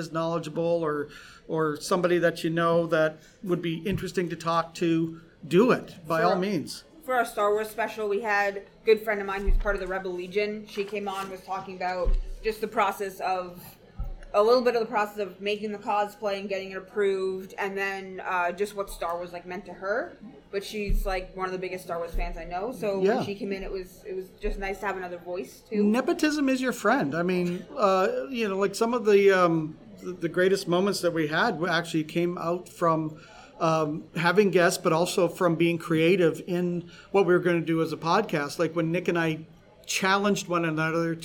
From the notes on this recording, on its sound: Live from Forest City Comic Con! Coming to you live from Forest City Comicon in London Ontario!